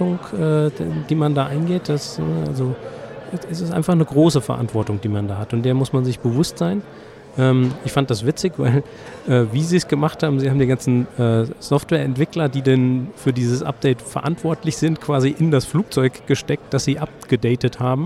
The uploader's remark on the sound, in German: die auf der DevOpsCon in München im Dezember 2019 aufgezeichnet wurde